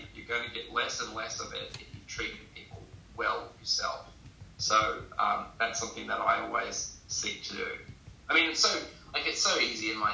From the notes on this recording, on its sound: I have reedited the Interview. Please excuse the audio, I have remastered it as best I can but this was one of my first interviews where I was only just learning the best way to record what was said.